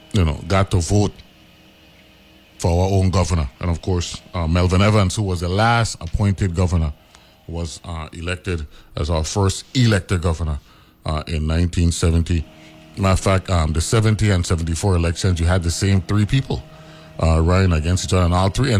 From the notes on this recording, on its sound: speaks on the phone